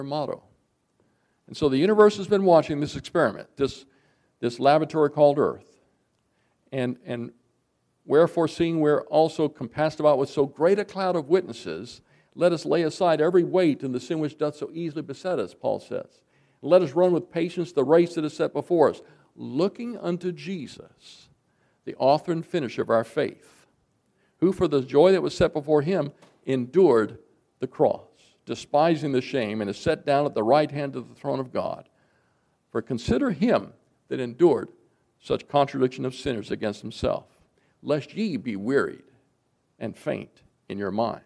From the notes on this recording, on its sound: recorded January 20, 2024, at Ringgold Seventh-day Adventist Church.